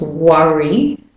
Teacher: For the British and Australian, it's worry with an up, the short up. With the American, it's worry, worry.